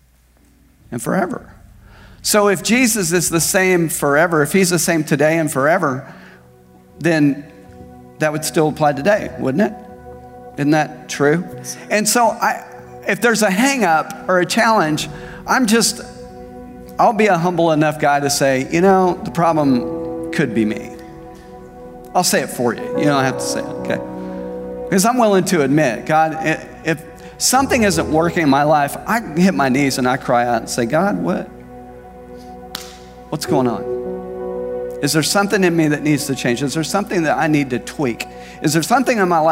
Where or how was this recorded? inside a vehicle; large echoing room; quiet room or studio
large echoing room